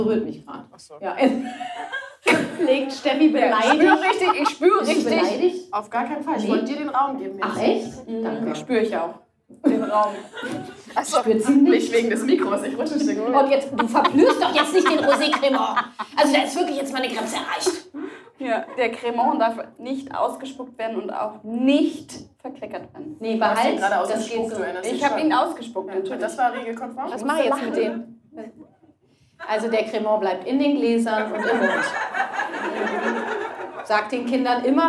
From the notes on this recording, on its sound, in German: die ich live mit Publikum aufgezeichnet habe